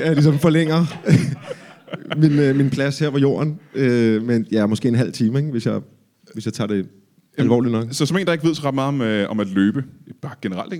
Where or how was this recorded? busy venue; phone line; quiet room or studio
busy venue